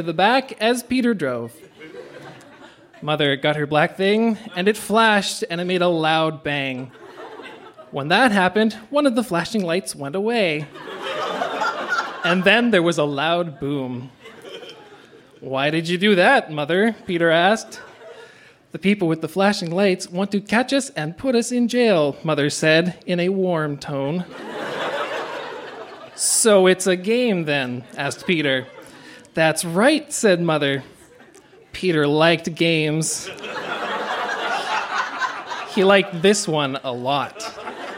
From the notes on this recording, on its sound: Recorded live at The Company House in Halifax, NS.